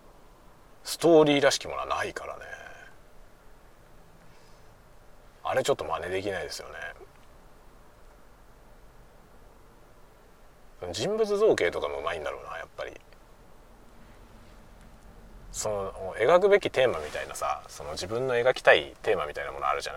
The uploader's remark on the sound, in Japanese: 車運転しながら雑談。尻切れで終わってます。